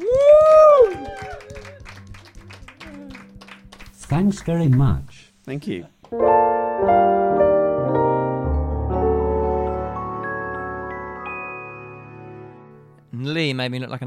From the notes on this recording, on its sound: This episode was recorded at Underbelly George Square on 2nd August 2018 as part of the Edinburgh Fringe Festival.